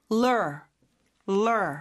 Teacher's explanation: lr 사이의 vowel 소리 조금 없어요. 맞아요. 거의 없어요.